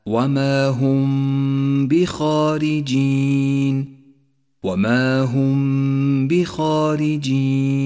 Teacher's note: فلا نجافي بين الشفتين عند نطقها ولا نضغط عليهما، ونقف على الميم بغنة زمنها حركتان · Term: الإخفاء الشفوي